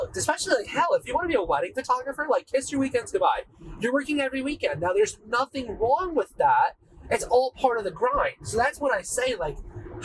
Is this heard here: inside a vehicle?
yes